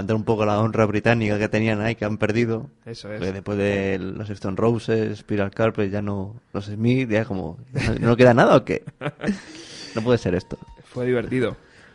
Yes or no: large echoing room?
no